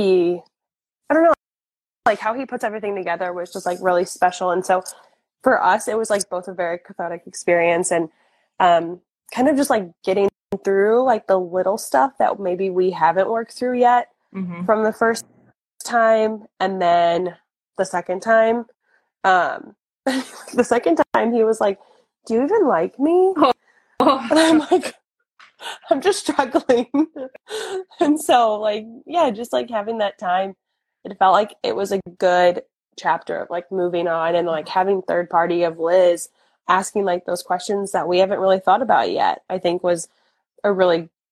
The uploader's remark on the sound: on an Instagram Live